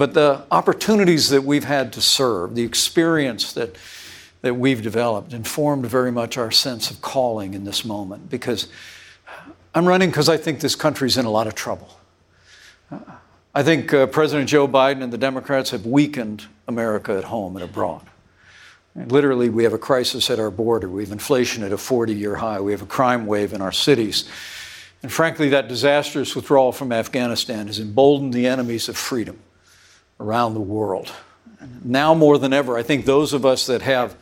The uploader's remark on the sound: CNN Republican Presidential Town Hall. Live from Des Moines, Iowa.